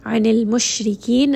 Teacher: ra in this case is light because it has a kasra